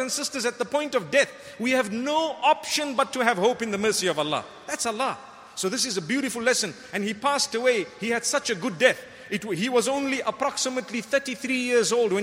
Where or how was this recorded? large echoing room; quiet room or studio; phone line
large echoing room